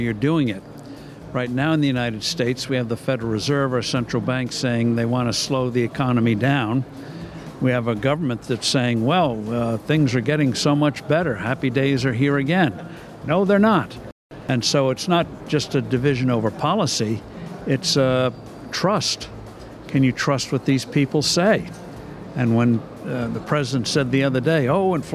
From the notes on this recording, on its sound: Live from IGCF 2022.